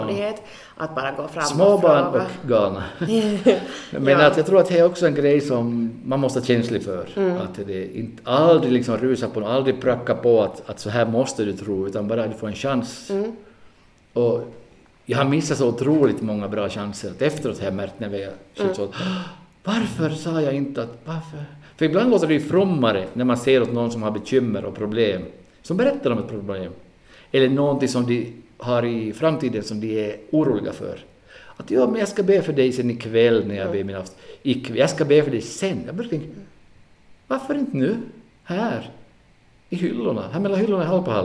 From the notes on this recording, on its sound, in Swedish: Denna vecka får ni lyssna på en live-inspelad podd. Vi fick äran att gästa Metodiskyrkan i Karleby.